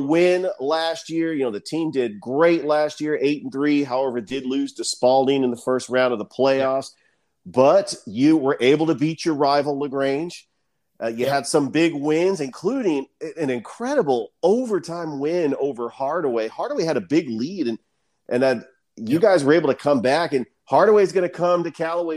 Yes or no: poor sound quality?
no